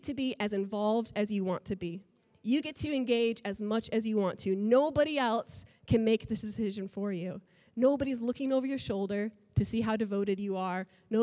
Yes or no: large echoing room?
yes